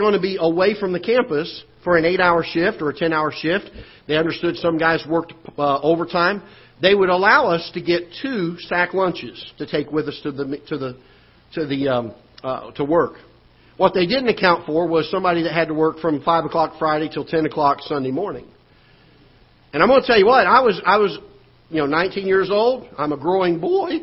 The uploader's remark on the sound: Ketha Heights Baptist Church ~ Live Broadcast